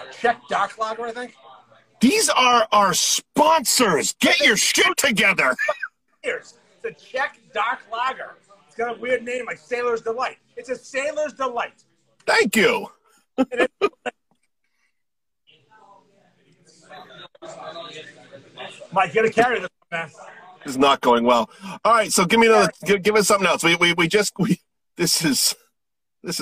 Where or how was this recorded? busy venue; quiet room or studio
busy venue